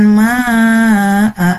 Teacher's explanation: Karena huruf mad bertemu dengan huruf hamzah, ya. Nah, dibacanya 4 sampai 5 ketukan. · Term: mad wajib muttasil